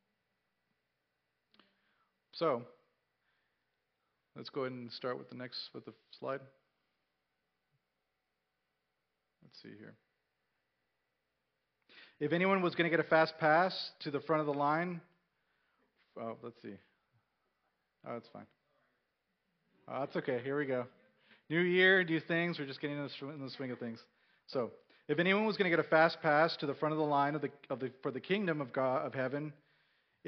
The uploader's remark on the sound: Recorded at North Village Church. A non-denominational church in Austin, TX.